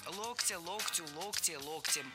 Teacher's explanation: В единственном числе ударным остается корень слова